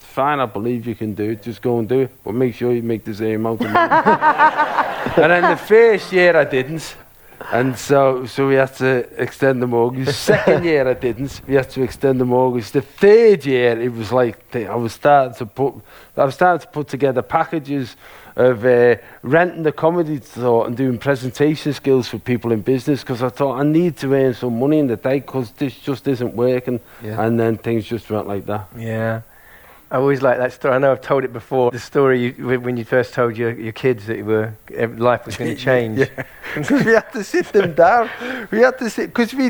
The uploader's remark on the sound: Live episodes recorded at the Edinburgh Fringe festival.